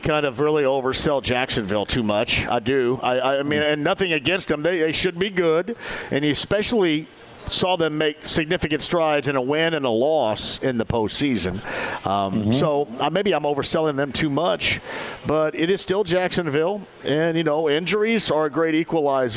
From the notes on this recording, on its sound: Live From Sullivan Hardware & Garden! He also takes a phone call.